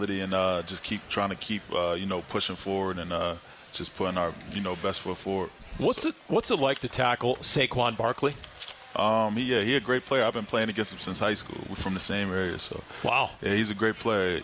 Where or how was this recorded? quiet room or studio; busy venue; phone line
busy venue